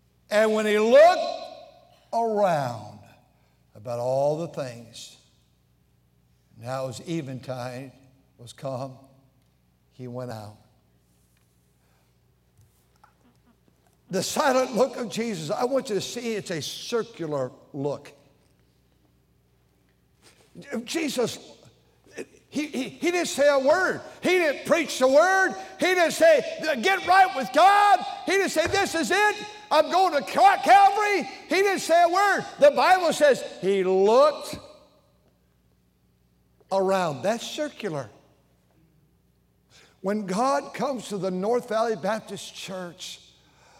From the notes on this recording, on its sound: during the Sunday Evening service on May 14, 2023, at North Valley Baptist Church in Santa Clara, California.